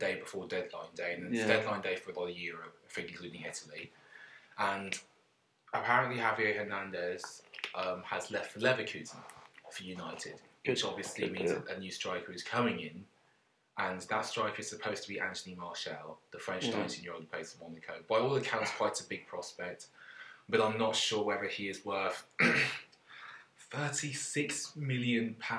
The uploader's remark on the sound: left the mic at home so we apologise for the sound quality of this one and the brief interlude at 26 mins where the track breaks up.